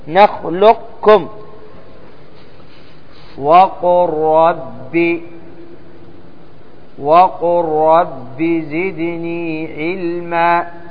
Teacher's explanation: وجوب الإضغام، فتضغم اللام في الراء، هذا عند حفص